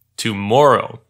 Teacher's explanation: Normally, we stress the second syllable of the three syllables of that word tomorrow. In the song, the last syllable is stressed, making it sound like tomorrow.